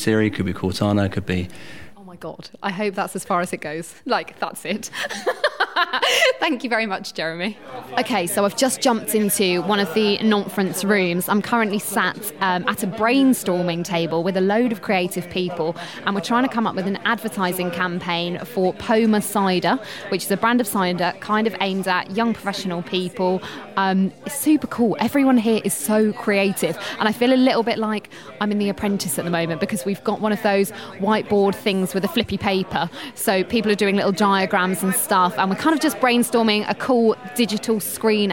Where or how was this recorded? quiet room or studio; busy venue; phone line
busy venue